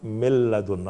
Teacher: النون تضغم إلى لام ثم تضغم باللام الثانية بصير من لدنا، ولا يبقى للنون أثر هنا إضغام كامل، تذهب النون ذاتا وصفة، إضغام كامل.